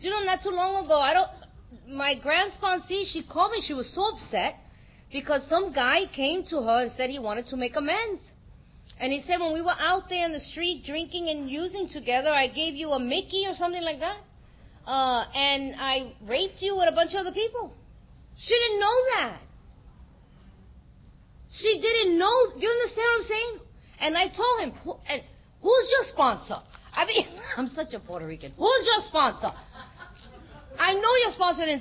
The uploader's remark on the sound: at the 2023 Fellowship of the Spirit Conference